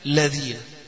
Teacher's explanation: قال وشدت لام الذين، اهدنا صراط الذين، أصلها الذين، أصلها كده، لكن مش هتقف أنت تقرأها كده، هتقرأها مدغمة إدغام اللام في اللام فتشدد اللام الثانية